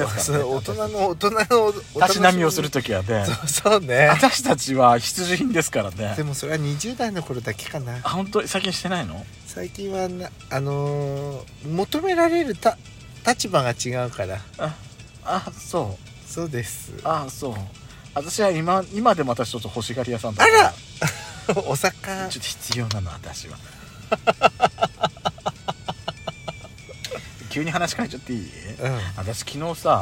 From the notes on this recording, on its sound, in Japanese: パーキング収録